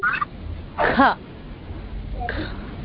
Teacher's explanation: Yeah, more air comes out in the second sound. · Term: Maha prana